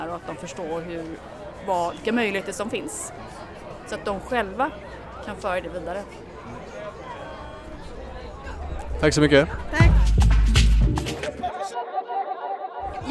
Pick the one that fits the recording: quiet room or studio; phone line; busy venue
busy venue